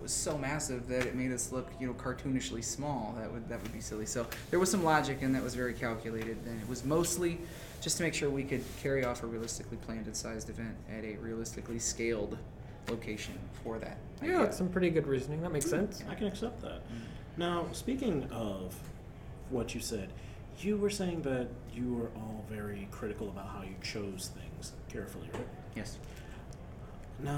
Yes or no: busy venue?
yes